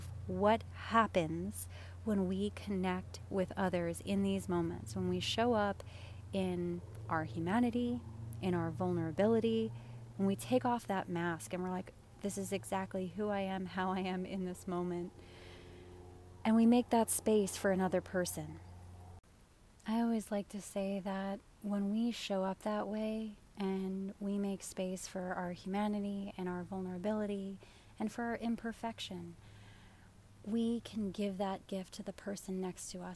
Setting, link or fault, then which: setting, outdoors